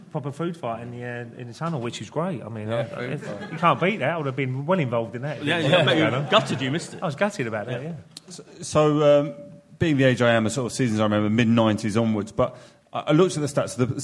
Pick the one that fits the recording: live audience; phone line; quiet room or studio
live audience